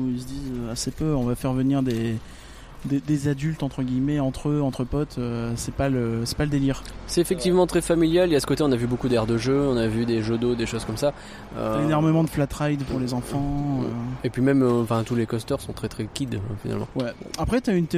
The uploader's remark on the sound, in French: Reportage DEPUIS le Jardin d'Acclimatation, découverte du parc DANS Paris !